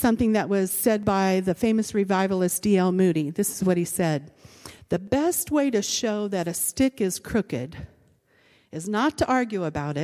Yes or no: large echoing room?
yes